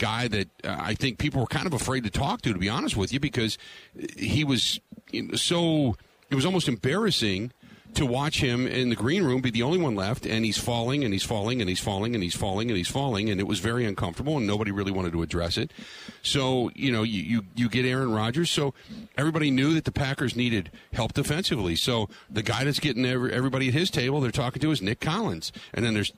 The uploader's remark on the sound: Live From Radio Row At Super Bowl 57